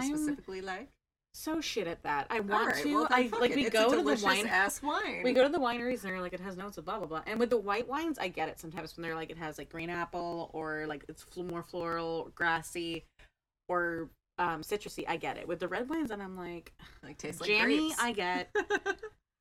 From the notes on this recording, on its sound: please bear with us in this audio.